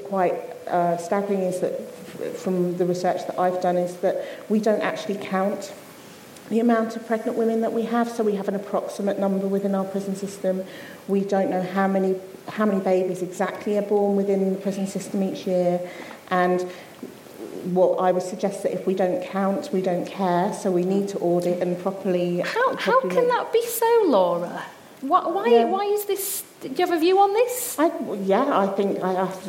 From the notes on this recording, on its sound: St Albans Soroptimists and *The Talent Keeper Specialists hosted a panel debate live from the Sandpit Theatre.